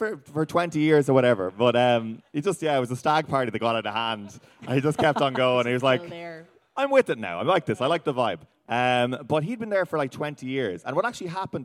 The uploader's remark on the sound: BONUS: Live at Electric Picnic. At Electric Picnic for a special live podcast!